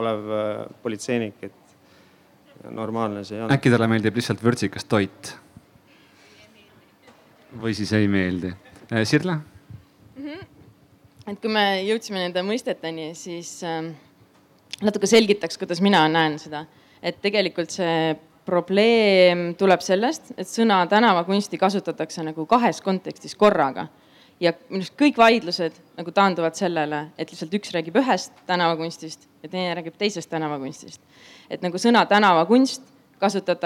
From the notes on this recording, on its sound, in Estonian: Juulil 2021 kunstifestivalil "Ma ei saa aru" – tänavakunst Telliskivi Loomelinnakus.